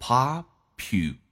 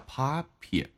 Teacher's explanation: 英式叫做 popu，美式叫 popie，把 u 去掉了